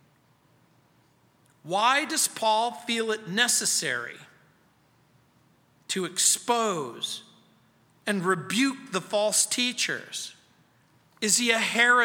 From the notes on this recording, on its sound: at Calvary South Denver in Littleton CO